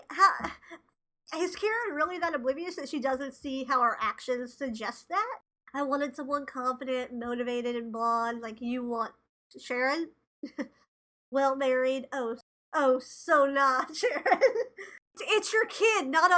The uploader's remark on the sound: This ep was a Herculean crash course in editing problematic audio. Did our best to clean things up. Two bi-coastal best friends.